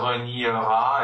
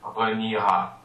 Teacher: R-E-N-I-E-R, in the future, reniera, we still have that E in there, but it becomes silent · Shown in: second take